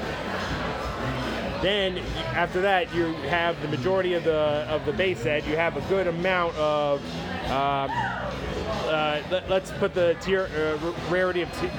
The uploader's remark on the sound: Saturday night at a brewery with live music.